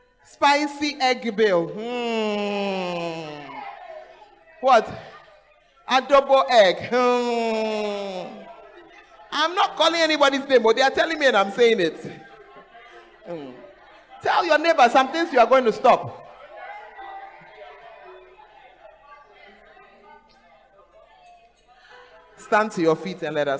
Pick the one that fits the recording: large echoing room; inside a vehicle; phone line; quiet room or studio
large echoing room